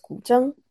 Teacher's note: gu is the falling rising tone in Mandarin, and zheng is the straight tone.